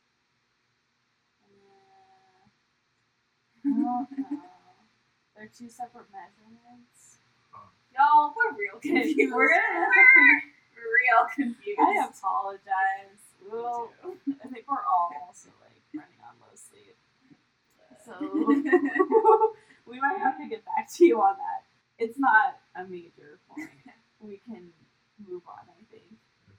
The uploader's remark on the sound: Note: Apologies for the low audio quality, we are still figuring things out!